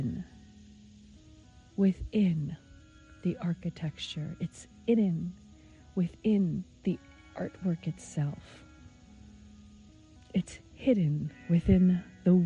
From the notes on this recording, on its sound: Walk and Talk